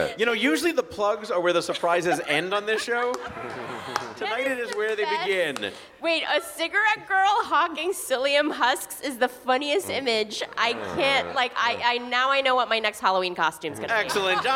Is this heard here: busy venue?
yes